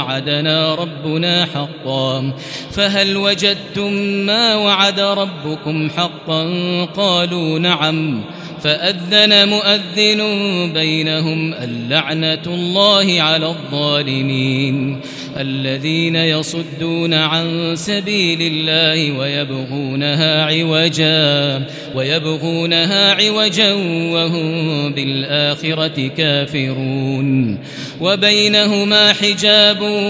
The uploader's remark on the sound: This is Live Recitation from Masjid ul-Haram in Al-Makkah Al-Mukarramah. Special thanks to Haramain Recordings for this recitation.